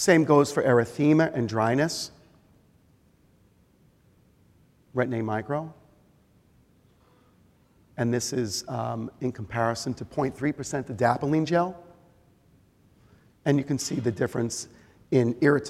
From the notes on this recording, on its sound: This was recorded at the 2011 Fall Conference in Orlando Florida.